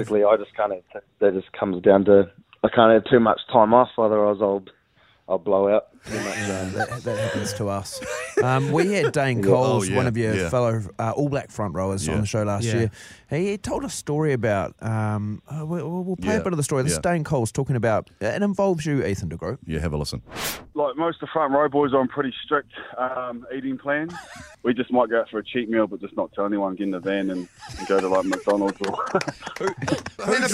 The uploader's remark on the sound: Today we were joined on the phone